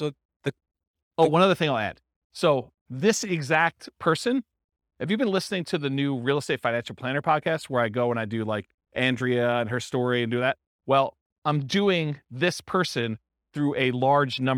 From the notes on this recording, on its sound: This was a live class recorded